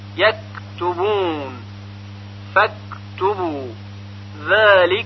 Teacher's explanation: حرف کاف و ته دارای صفت شده هستند، اما از طرفی صفت همس هم در اونها وجود داره و به همین خاطر قلقله پیدا نمی کنند